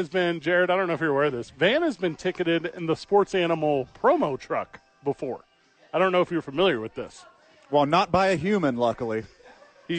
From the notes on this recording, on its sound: live from ABQ AXE